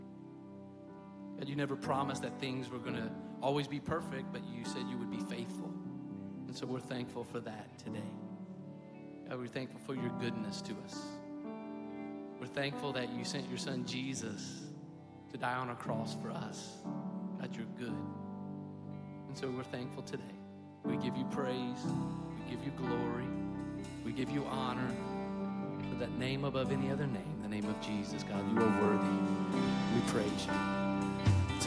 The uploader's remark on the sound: Recorded live at Stevens Creek Church.